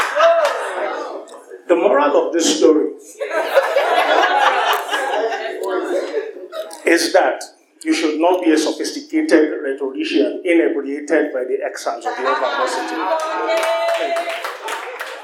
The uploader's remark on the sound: three hilarious stories from the June live show